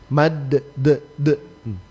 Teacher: Jadi kalau huruf dal terpantul dia dari gusi. Mad, de, de, di gusi.